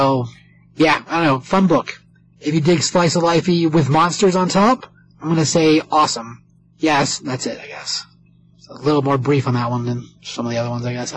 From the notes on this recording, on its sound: Warning this episode sounds bad.